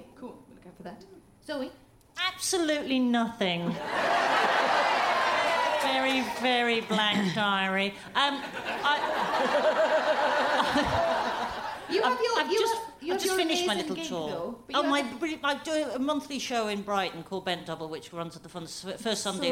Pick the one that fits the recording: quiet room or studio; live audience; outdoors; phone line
live audience